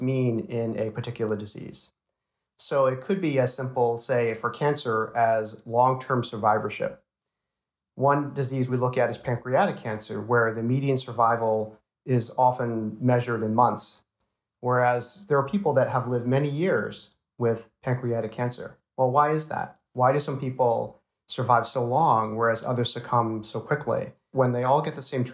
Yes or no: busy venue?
no